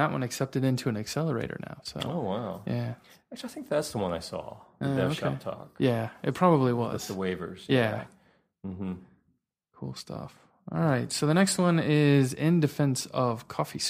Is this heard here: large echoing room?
no